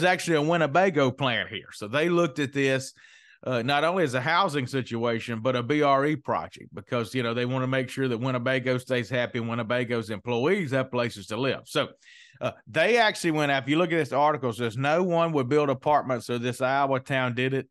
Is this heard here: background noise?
no